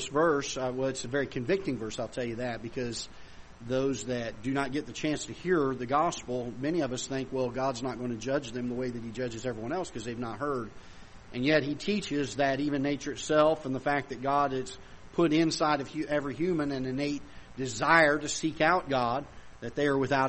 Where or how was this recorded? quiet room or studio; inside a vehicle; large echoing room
large echoing room